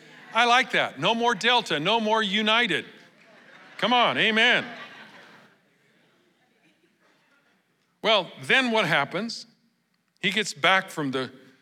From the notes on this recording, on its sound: Recorded live at Capital Church in Meridian, Idaho on October 1, 2023